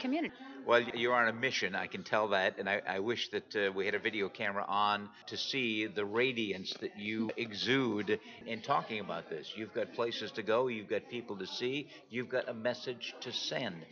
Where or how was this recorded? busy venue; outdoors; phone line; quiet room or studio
busy venue